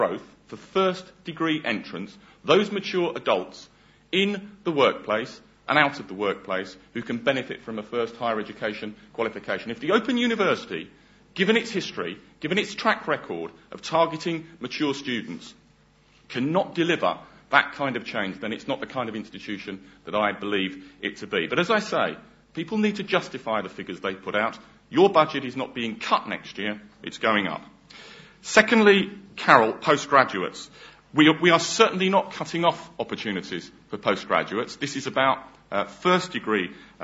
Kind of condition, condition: setting, large echoing room